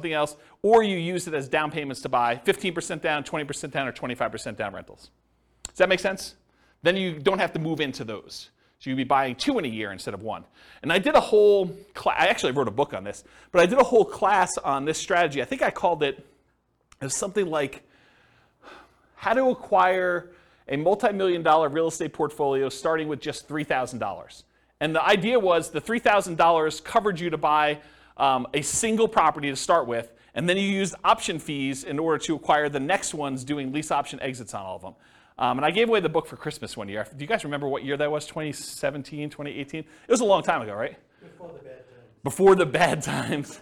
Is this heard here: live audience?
yes